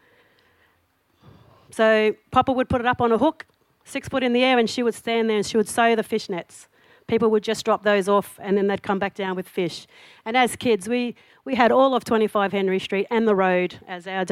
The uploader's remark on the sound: SPUN: True Stories Told in the Territory is a live storytelling event that showcases some of the extraordinary people and stories that make up the Northern Territory. Popping up at different venues across Darwin. Told at our event at the 2017 Darwin Festival.